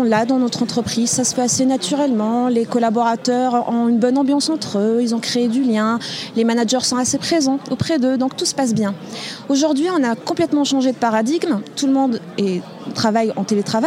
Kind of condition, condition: setting, busy venue